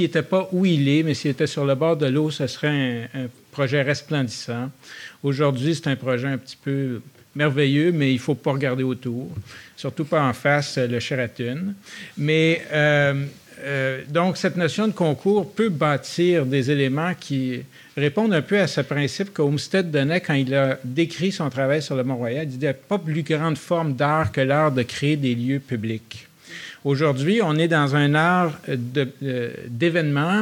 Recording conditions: live audience